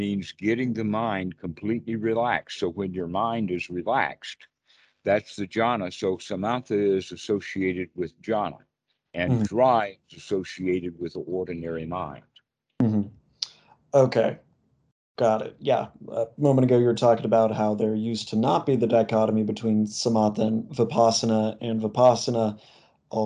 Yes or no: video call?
yes